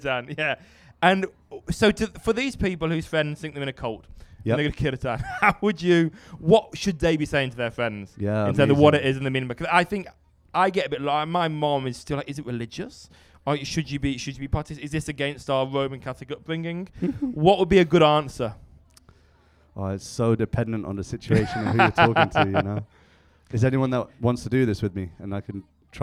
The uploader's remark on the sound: Episode recorded live at Soul Circus.